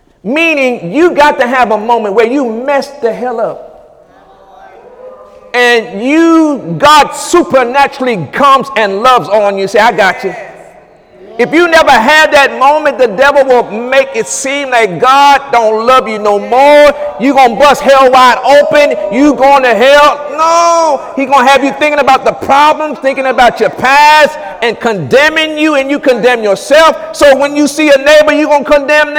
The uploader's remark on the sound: During Sunday morning service